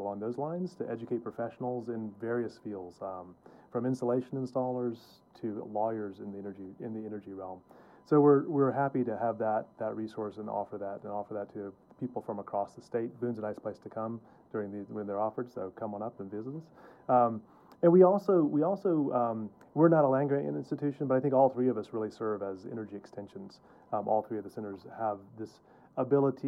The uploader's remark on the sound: Live at the Appalachian Energy Summit. We are live in the mountains of Boone, NC for the Appalachian Energy Summit, hosted by Appalachian State University.